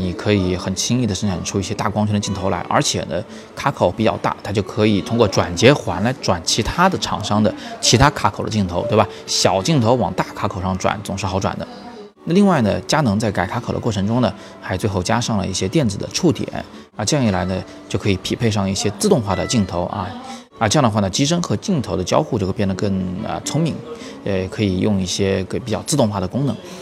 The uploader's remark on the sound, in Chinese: 我是在三里屯的Costa陪大家早自习，所以稍微有点噪音，请大家见谅。